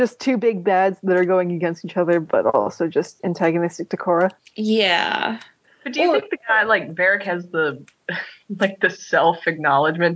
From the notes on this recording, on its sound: We deal with some heavy lag spirits and manage to podcast despite the technical difficulties.